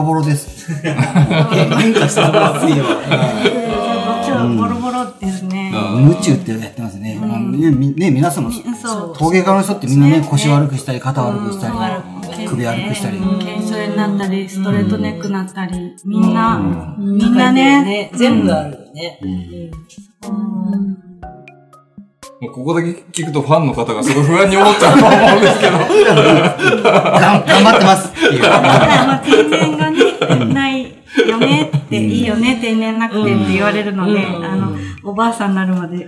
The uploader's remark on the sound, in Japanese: ものづくりについてトークをする公開収録「にわのわラジオTalkTogether」を行いました。ギャラリー林檎の木andR。